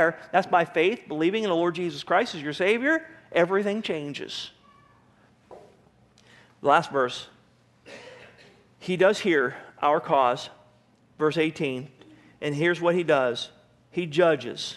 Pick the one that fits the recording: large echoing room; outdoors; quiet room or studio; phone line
large echoing room